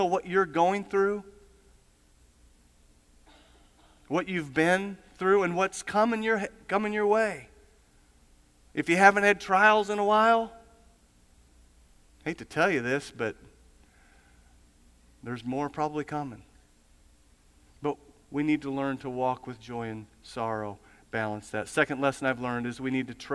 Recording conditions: large echoing room